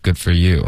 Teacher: 如果你说的时候说的非常平，good foryou，那就非常讽刺了